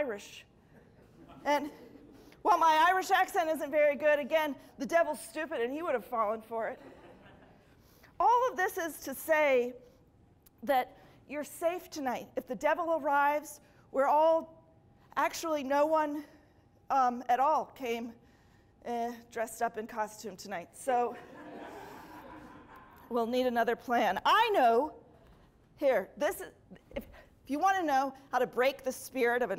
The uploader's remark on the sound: ATL Live was filmed in front of a live studio audience during our annual All The Laughs Festival.